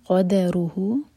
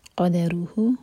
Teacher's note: عل الموسیعی قدروہ، اگر یہاں آپ کی سانس ٹوٹ جائے تو یہاں ہا کو ساکن کر کے رکنا ہے، ورنہ یہ ہے قدروہ، قاف ہیوی دال لائٹ رو ہیوی، اور ہو دو حرکہ مد صلہ صغرہ